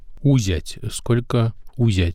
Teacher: Это нормальное поведение «в» в русских говорах, который реализуется в виде «у», либо «ув», либо «уво», в зависимости от позиции.